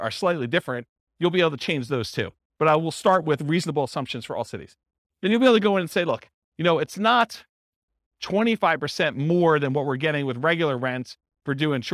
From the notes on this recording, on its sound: This was a live class recorded